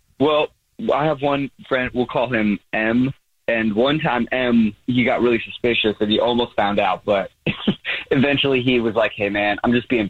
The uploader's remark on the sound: There is a guy on the phone.